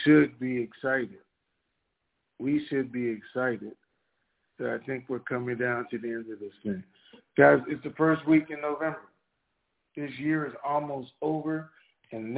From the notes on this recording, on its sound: TNTSuperfantastic Conference Call